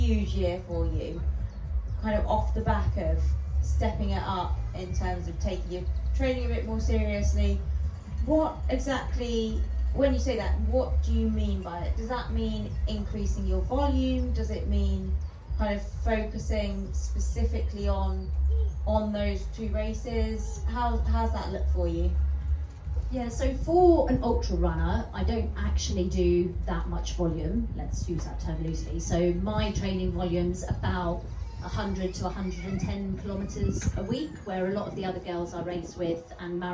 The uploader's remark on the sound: Live from Love Trails Festival. This episode is a live recording from the festival, where it was a little windy as we were on the Welsh coast!